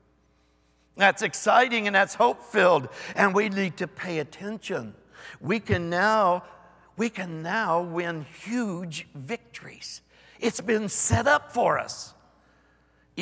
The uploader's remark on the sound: Recorded live on 9/4/22.